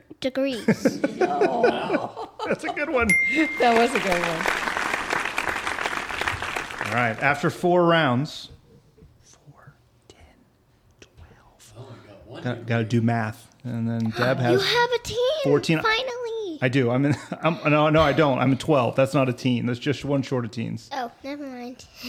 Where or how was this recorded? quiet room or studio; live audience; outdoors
live audience